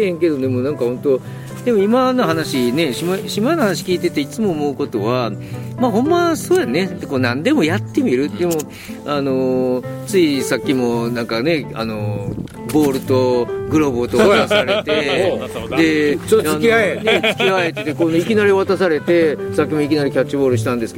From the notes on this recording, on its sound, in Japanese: 箱根三人対談。箱根まで日帰りバイクツーリングしてきました。富士山をバッグに３人対談。